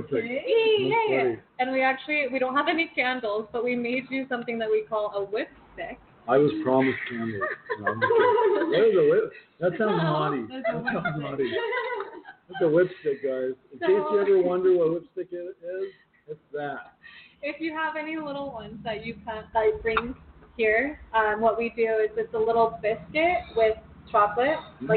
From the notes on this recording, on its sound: Come be part of our studio audience, live in the resturant and recieve 20% off all food items. We are live from the restruant.